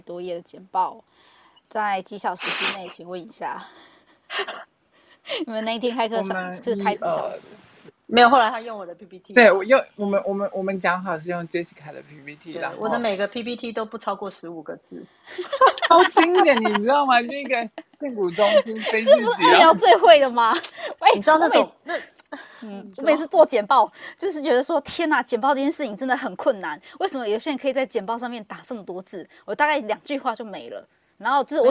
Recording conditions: poor microphone